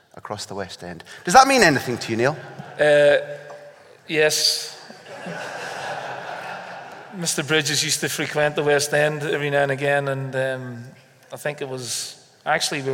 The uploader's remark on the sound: We recorded our first live Big Interview just before Christmas. Greenock Town Hall. It was a special event. To help raise funds for Ardgowan Hospice.